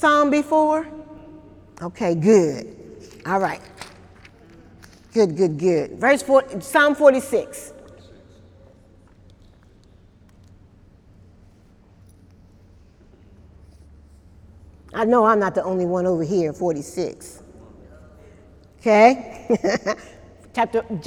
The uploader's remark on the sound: During Wednesday night service on September 26, 2018